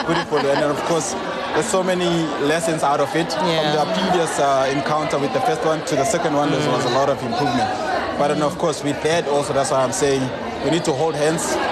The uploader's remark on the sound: OUTSIDE BROADCAST